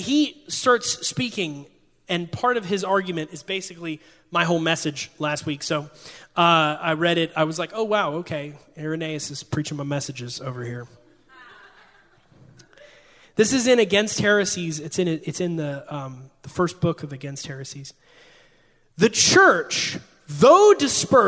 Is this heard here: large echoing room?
yes